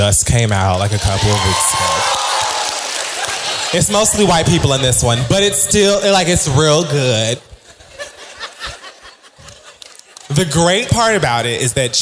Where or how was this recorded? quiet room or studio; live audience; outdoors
live audience